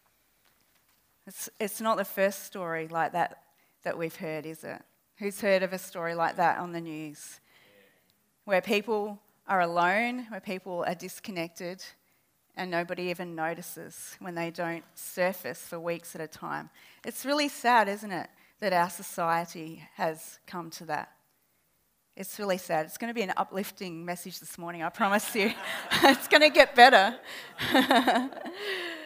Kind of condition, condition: setting, live audience